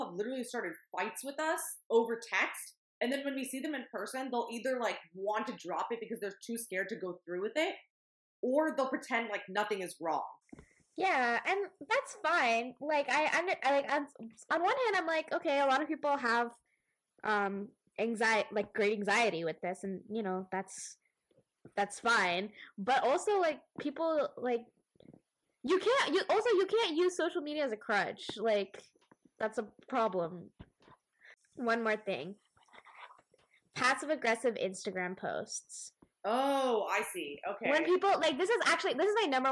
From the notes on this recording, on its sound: Please excuse the dodgy audio, we're still working out some kinks.